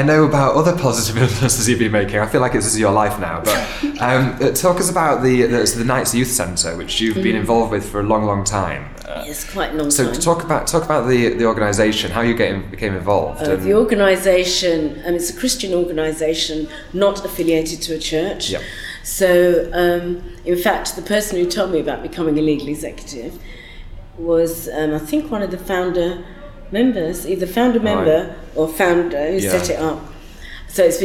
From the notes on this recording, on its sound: Set backstage at the Women in Law conference